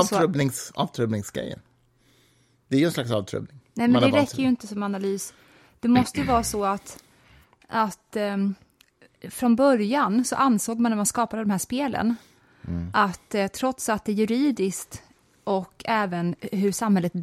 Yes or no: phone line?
no